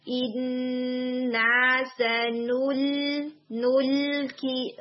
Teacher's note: لام کو آپ نے سنول بما کا افیکٹ نہیں دینا، بالکل لائٹ کر کے آپ نے اس کو پڑھنا ہے